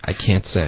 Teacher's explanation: 那 can't 的这个 t 的音呢，一般都会省略 t 的音，尤其是美国人特别不喜欢发，所以 can't 的这个 n 的结尾呢，舌头应该顶上去上颚，发一个 n 的音 can't，、嗯、然后舌头顶上去再发一个 s 的音呢，就会导致一点 c c 的这个音，一次的 c can'tsay。所以美国人读 can cannot 会读成